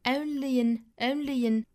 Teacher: only 和 in 之间连读呢其实有一个小小的半元音